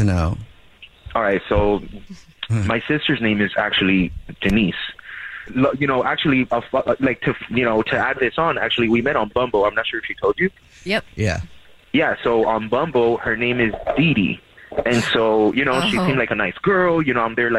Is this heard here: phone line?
yes